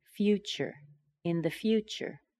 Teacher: the T and the Y connected and we got ch